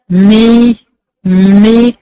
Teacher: لو الميم مكسوره هقول ايه؟ مي مي هلمس والفك الاسفل هينزل تحت شويه